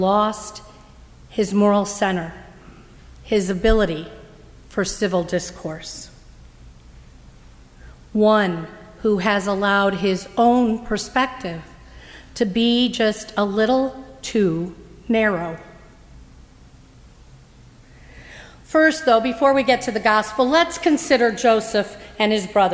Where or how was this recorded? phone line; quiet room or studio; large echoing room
large echoing room